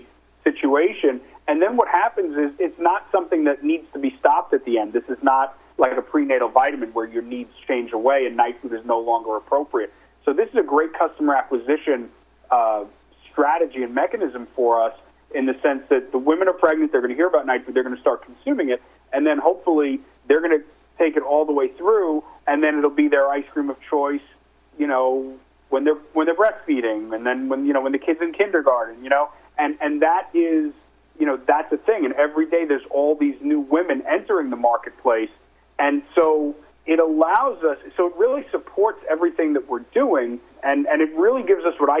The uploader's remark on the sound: called in to SmallCapVoice.